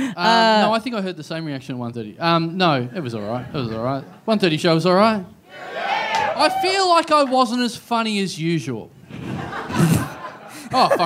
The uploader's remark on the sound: Recorded LIVE at Heya Bar in Brisbane on Sunday, March 20 2016.